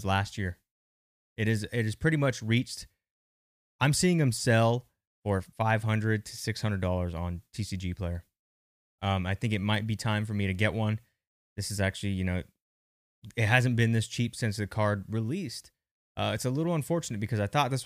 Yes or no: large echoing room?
no